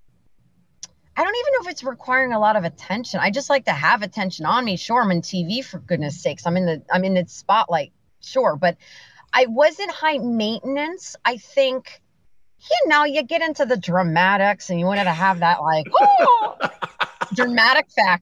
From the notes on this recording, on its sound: sitting in your stick-shift Mazda in a quasi-parking spot on the streets of Manhattan with your iPhone doing an hour-long podcast (with video)